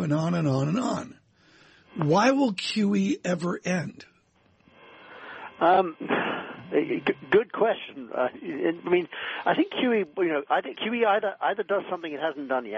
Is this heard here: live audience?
no